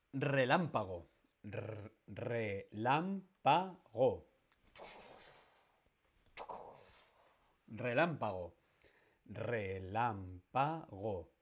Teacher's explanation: La tónica está en relámpago en la, en la, antepenúltima. La tónica está en la antepenúltima